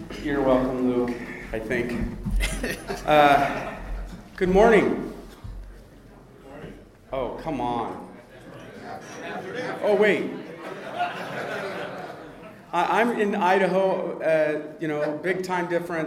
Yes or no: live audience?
yes